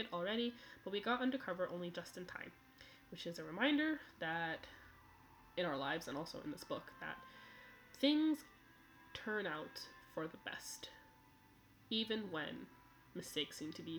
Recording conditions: uneven or low level